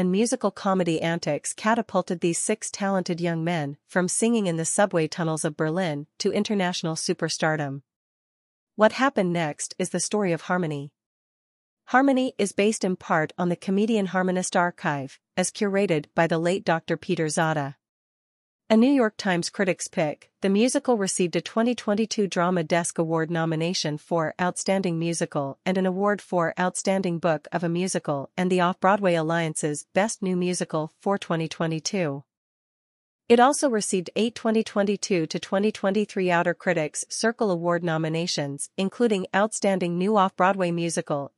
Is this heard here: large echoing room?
no